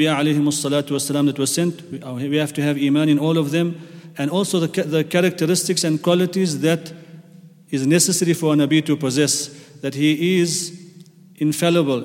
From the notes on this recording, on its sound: at the Houghton Masjid (West Street)